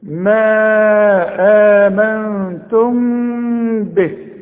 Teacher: بعدها به بيحصل إخفاء مع الغنة، ما تضمش شفايفك، ما تقفلش شفايفك، يحصل انفراد في الشفايف.